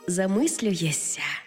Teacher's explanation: Замість «шся» вимовляємо «ся»